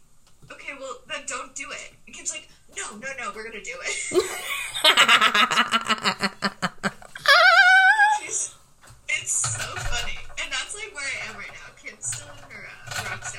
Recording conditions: poor sound quality